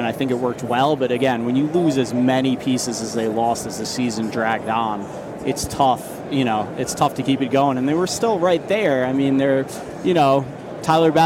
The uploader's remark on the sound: From Radio Row